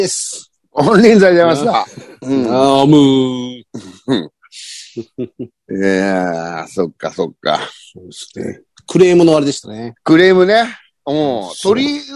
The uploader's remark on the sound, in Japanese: ZOOMで収録